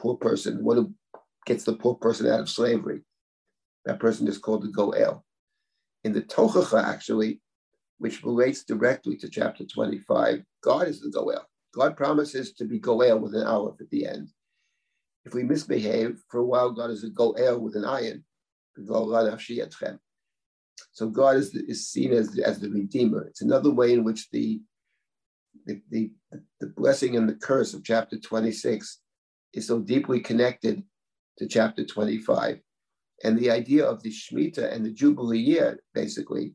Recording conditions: video call